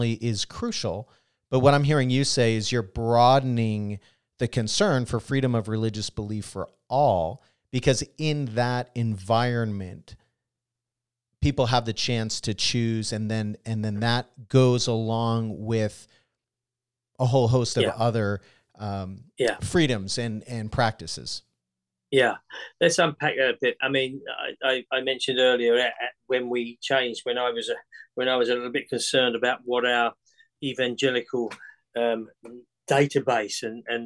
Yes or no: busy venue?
no